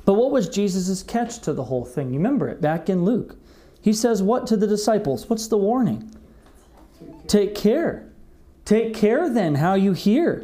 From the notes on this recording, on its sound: This message was delivered on February 21st, 2021 at Redeemer Community Church